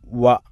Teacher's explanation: ചെറിയൊരു ഗ്യാപ്പ് പൂർണ്ണമായും രണ്ട് ചുണ്ടുകൾ പിന്നെ ചേർത്ത് വെക്കാതെ ഉച്ചരിക്കണം · Term: വാവ്